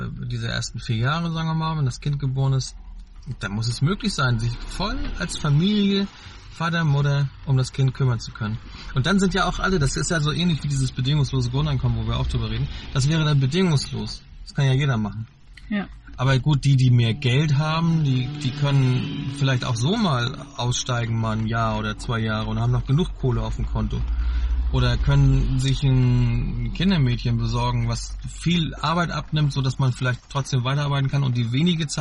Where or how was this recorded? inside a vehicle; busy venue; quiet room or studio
inside a vehicle